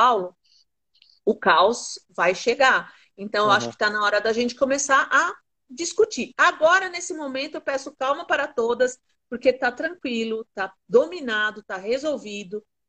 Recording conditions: video call